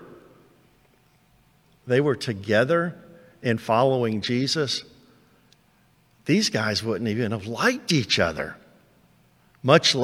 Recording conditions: large echoing room